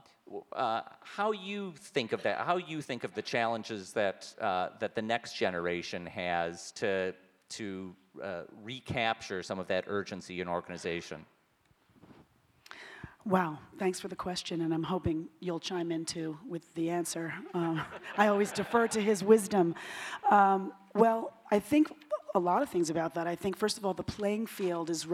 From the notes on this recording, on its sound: As part of the Montclair Film Festival. The conversation was recorded in front of a live audience at NJPAC in Newark, New Jersey.